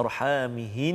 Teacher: Contoh kan uh, arhamihin ha, dia ha, ada uh, dia dengung kat situ sebenarnya ketika berhenti betul sah. ketika berhenti kena ada dengung itu cara bacanya